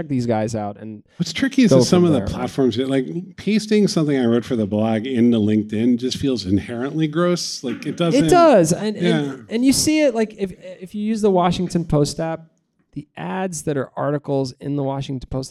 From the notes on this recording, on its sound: Sit down with a live studio audience.